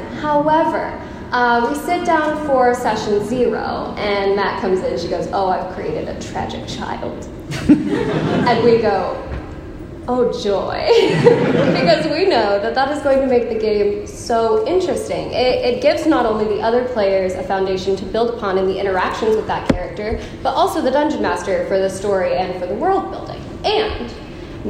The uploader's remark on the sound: The lost recording of the Worldbuilding for the Lazy Dungeon Master panel at Pax Unplugged, December 2019.